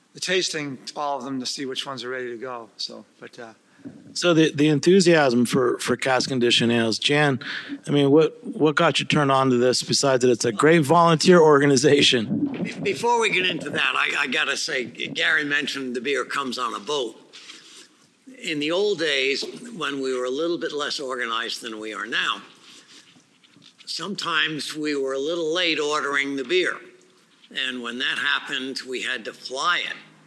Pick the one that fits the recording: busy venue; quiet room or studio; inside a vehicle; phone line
busy venue